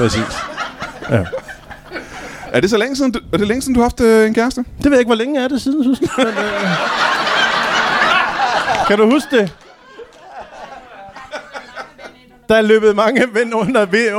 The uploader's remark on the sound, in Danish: LIVE fra Kolding